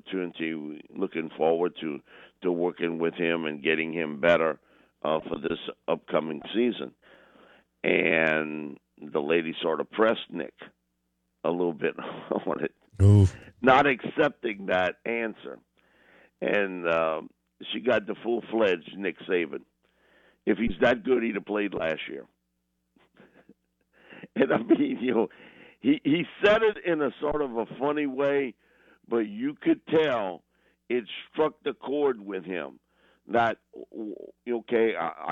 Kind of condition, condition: link, phone line